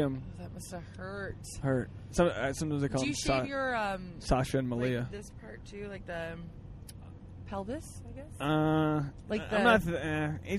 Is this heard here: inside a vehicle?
yes